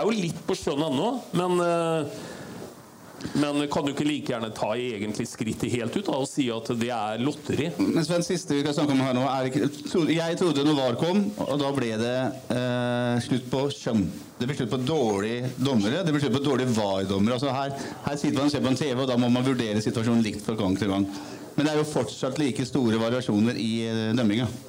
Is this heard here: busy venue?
yes